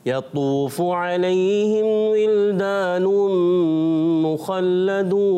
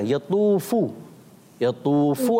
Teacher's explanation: ولدان مخلدون اچھا آپ سے پہلے بھی یہ غلطی ہوتی ہے یطوف فا کی پیش آپ تھوڑی لمبی کر دیتے ہیں · Shown in: second take · تو حرکات کو بغیر کھینچے بغیر جھٹکا دی مارو پڑتے یطوف